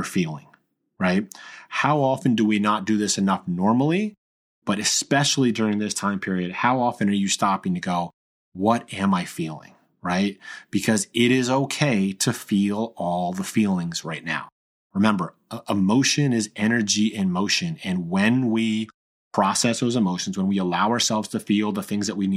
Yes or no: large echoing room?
no